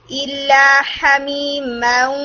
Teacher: 50% sound آپ کی nasal cavity میں ہوگی اور پھر آپ واؤ کو ادا کریں گے · Term: غنہ